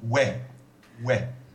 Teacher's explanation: So it's like a W open E sound. W, very open E.